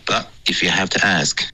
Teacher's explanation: 你的 but 结尾呢没有顶舌尖，你说的是 but 的这个音，感觉是用了一个喉音停顿